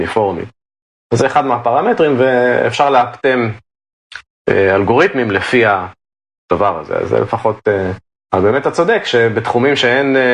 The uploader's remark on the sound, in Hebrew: באולפן הוירטואלי Across-the-Zoom. אנחנו פחות או יותר בעיצומו של הגל השני של הקורונה, כבר בסגר, וכמו שאמרנו - מקליטים מרחוק ב-Zoom.